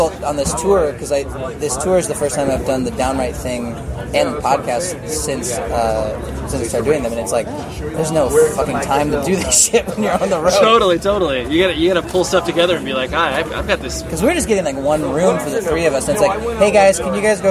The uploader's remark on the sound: At a show he performed here in Southern California so please forgive the background noise that you hear.